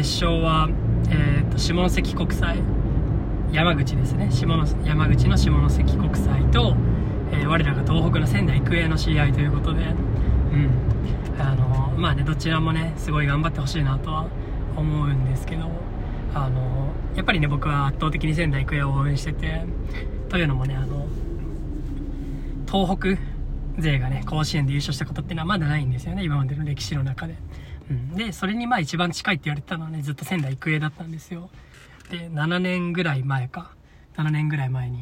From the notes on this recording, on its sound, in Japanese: 初の車内収録でした。時々騒音等あると思いますが、ご了承ください。